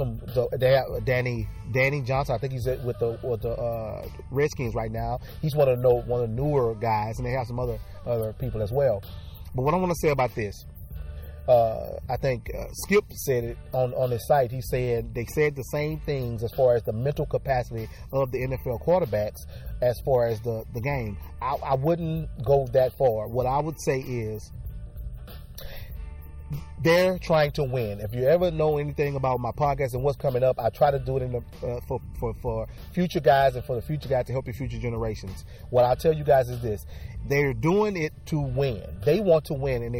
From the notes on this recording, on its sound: takes the show outside for a broadcast